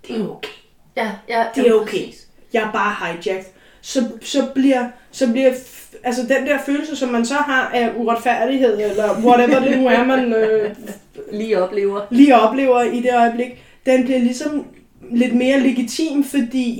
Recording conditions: poor sound quality